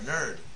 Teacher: So the way we actually pronounce this, the vowel is the R, nerd. · Term: vowel R